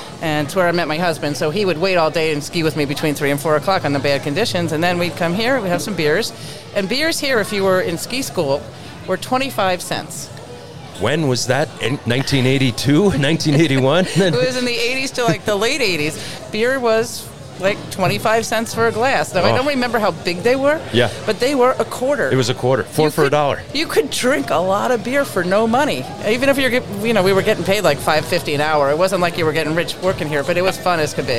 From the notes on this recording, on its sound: The Killington Download Podcast took the microphones on the road and set up shop during one last party at the Mahogany Ridge Bar.